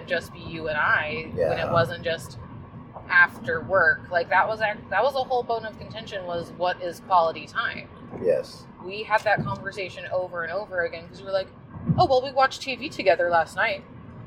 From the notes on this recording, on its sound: Caution, recorded on the drive home, our voices might sound unusually tinny.